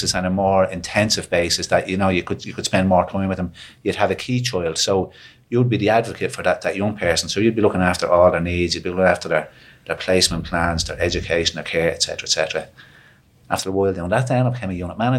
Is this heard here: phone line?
no